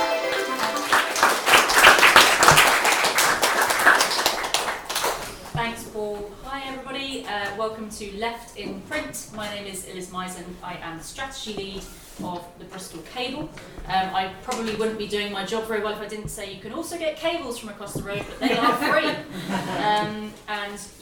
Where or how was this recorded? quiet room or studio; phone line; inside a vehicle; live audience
live audience